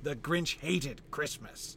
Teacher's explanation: But instead of where you should have two unstressed syllables in a row after Grinch, you have the word hated in italics, right? So you get two stressed syllables in a row. Grinch, hate, are both stressed back to back.